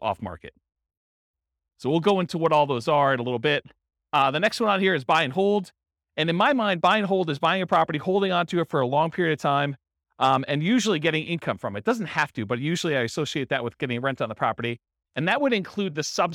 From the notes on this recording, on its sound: Real estate investors and real estate entrepreneurs in Lowell, Massachusetts. This was a live class recorded. Live in-person version.